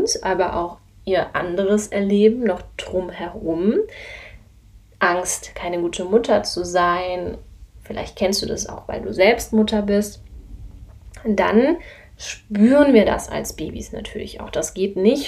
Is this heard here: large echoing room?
no